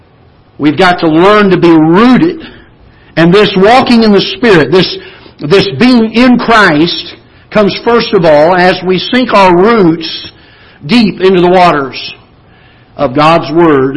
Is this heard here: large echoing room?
yes